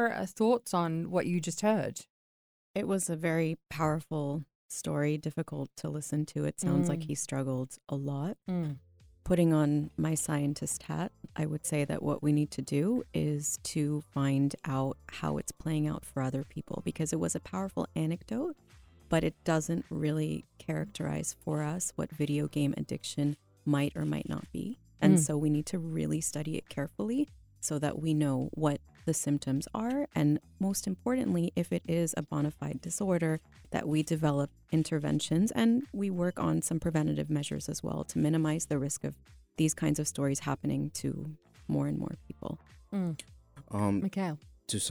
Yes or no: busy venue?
no